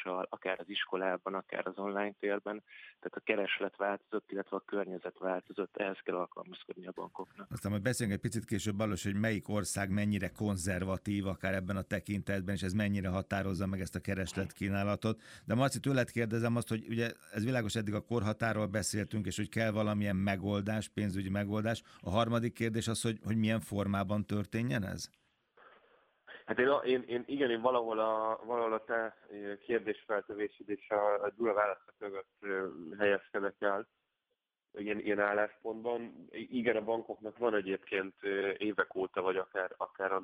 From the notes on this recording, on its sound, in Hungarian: Telefonos vendégei.